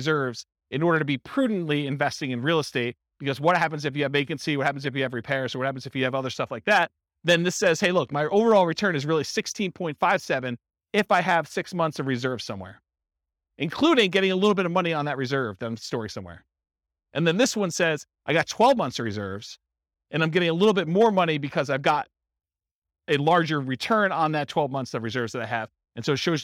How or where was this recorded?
live audience